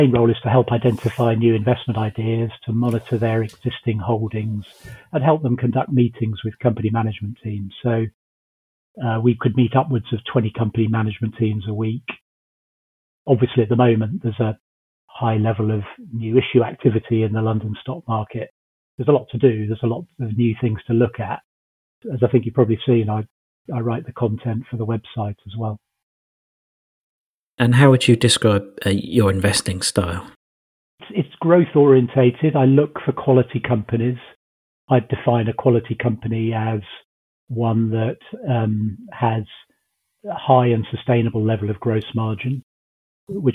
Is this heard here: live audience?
no